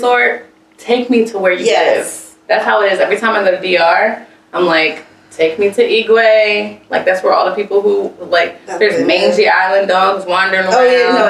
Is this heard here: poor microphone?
yes